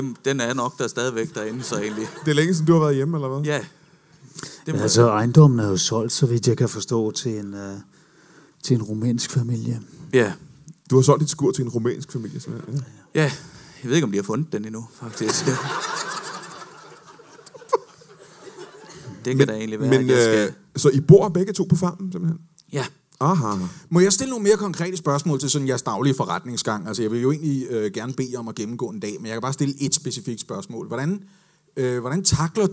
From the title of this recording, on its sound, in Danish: LIVE fra Comedy Zoo I Aarhus